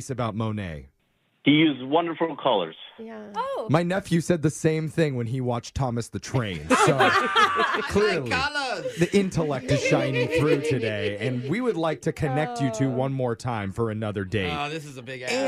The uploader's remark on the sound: The guy on the phone today